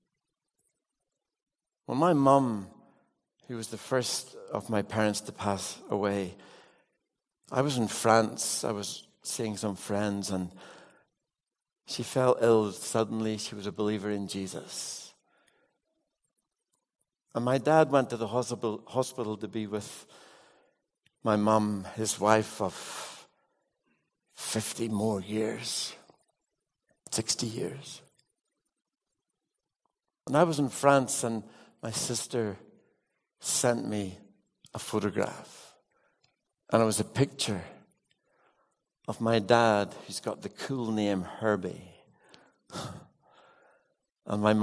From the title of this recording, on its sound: with live Q&A